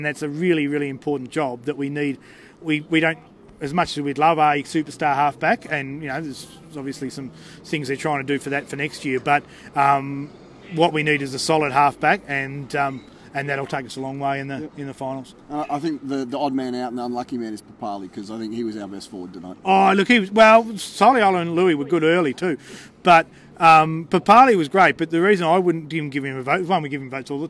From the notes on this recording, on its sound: The Greenhouse Live was there! On location at Canberra Stadium, right after the game.